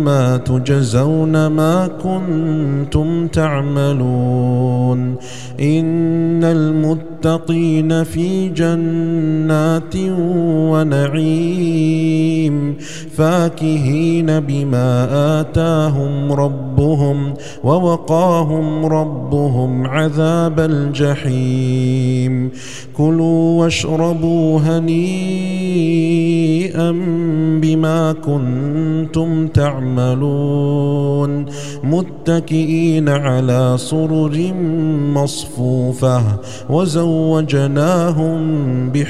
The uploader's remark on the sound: recorded at Green Lane Masjid, Birmingham, UK.